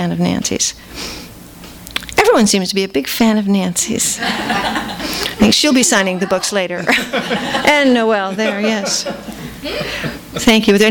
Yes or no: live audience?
yes